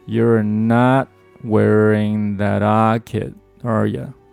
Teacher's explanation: 这里面的重读词汇呢 not、wearlocket，所以我们在读的时候呢稍稍重一些